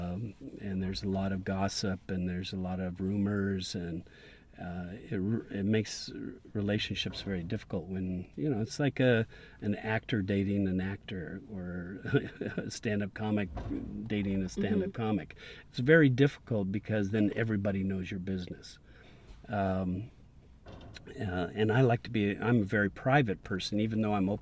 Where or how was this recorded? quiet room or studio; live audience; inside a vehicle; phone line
inside a vehicle